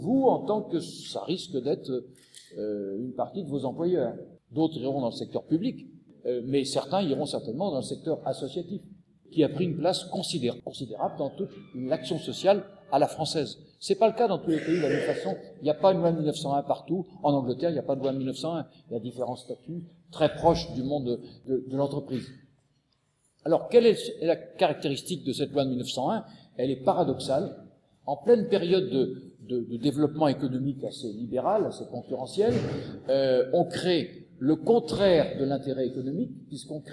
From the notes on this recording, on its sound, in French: Enregistré le Mercredi 14 janvier 2015 à l&#39;école de travail social du lycée Rabelais. Enregistré le Mercredi 14 janvier 2015 à l'école de travail social du lycée Rabelais.